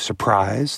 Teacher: It's rarer that the second syllable is emphasized, like surprise.